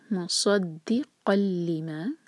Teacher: تو جیسے پہلا ورڈ ہے مصدقل، ہم یہاں پہ قن کی آواز بالکل نہیں کریں گے، قوف کو سیدھا لام سے جوڑیں گے، نون کی آواز کو بالکل نہیں ادا کریں گے. تو یہاں پر ہے ادغام بغیر غنہ کا.